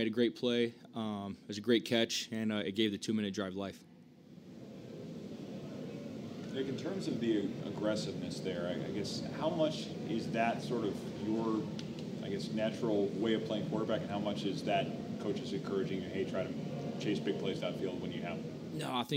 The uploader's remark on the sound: spoke to the media at the postgame press conference